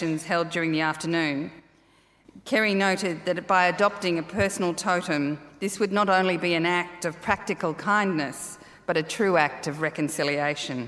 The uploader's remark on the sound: This is the adaptation for the Climactic podcast of the first keynote of Climarte's Art + Climate = Change Festival.